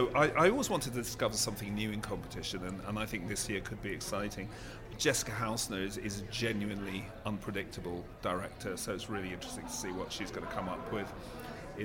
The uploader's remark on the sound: Screen International reports from the Cannes Film Festival. Special edition recorded on the ground at the Cannes Film Festival.